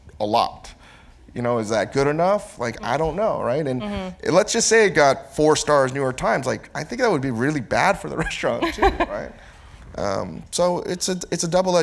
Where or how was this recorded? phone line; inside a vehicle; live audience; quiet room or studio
live audience